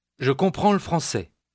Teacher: notice how the L sound of le français almost gets lost, but not quite